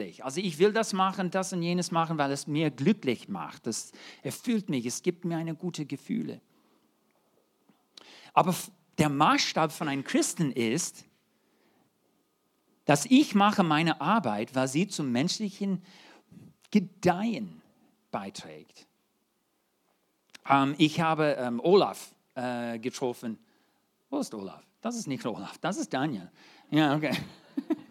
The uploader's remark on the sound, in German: 2023 in der Gemeinde Kaleo Schopfheim aufgenommen.